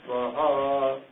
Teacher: the Uddatta has the effect of raising the pitch by one